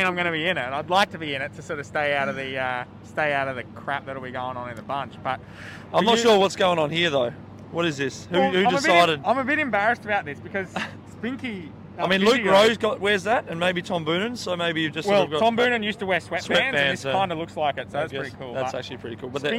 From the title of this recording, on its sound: Live from stage 5 at the Tour de France!